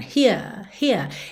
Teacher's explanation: É um alongamento da vogal, ao invés de um enrolamento da língua.